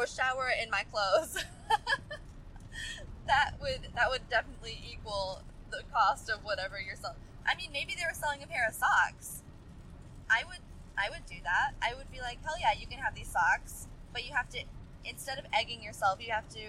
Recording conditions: inside a vehicle